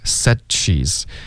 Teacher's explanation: Said she's 要连发，你现在是停顿，完全停了，断气了，应该是 saidshe's，停顿是靠舌头的动作，而不是气流就停了。